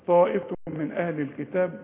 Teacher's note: التنوين بعد ميم اهو، ادغام كامل